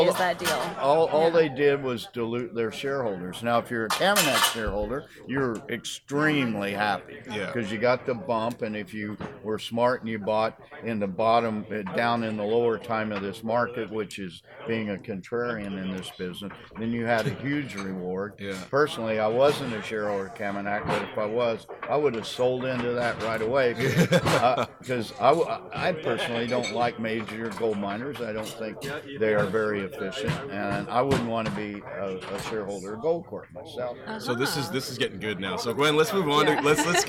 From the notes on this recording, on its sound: At the Bar in Dawson City. Forgive the semi-frequent background noise, which is a result of recording live "at the bar." The audio has been thoroughly scrubbed, but some of the more persistent background racket has persevered.